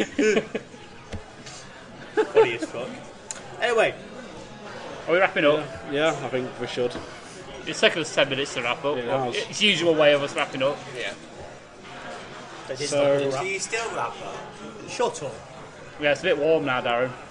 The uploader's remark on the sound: Podcasting’s own anti-heros gathered round a table in the Swift Hound prior to a midnight screening of Marvels 'Avengers: Infinity War'.